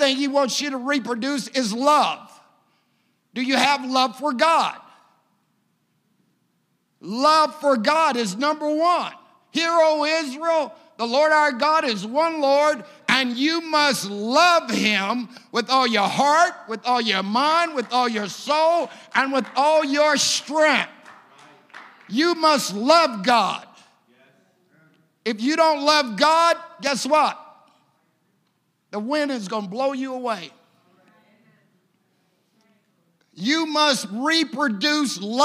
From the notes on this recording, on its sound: a service recording from Connect Point UPC